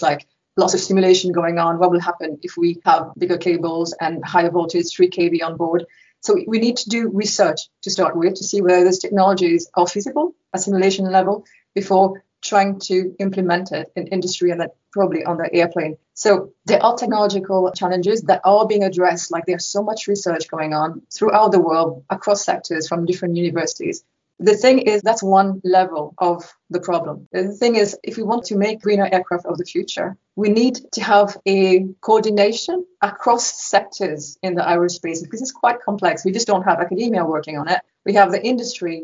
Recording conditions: video call